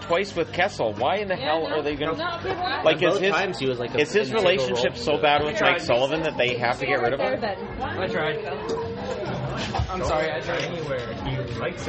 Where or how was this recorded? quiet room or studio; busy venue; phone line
busy venue